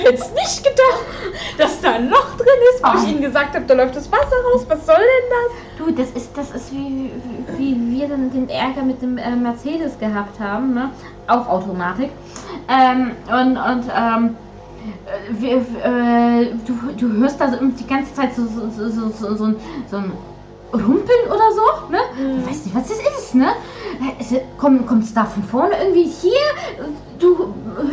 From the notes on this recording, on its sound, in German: Tonqualität des Todes!